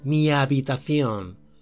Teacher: The H is silent. If it wasn't, the song wouldn't work, as there are four syllables in mi habitación.